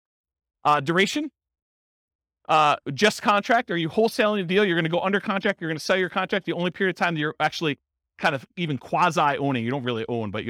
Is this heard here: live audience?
yes